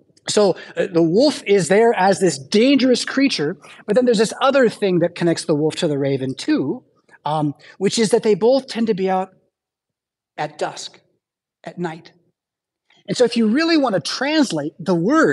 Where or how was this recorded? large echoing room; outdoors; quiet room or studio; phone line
large echoing room